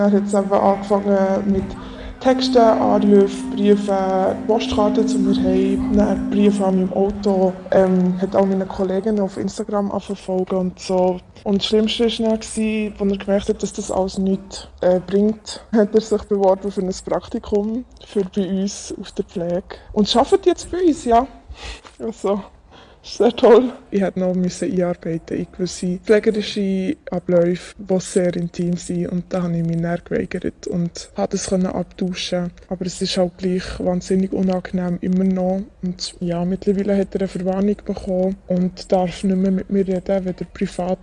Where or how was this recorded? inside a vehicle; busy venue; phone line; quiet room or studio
busy venue